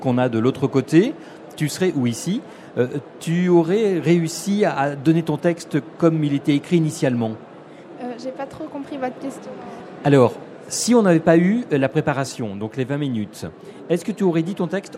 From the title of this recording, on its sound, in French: Emission en direct du salon européen de l'éducation sur France Info !